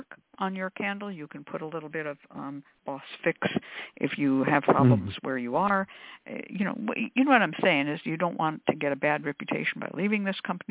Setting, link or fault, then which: link, phone line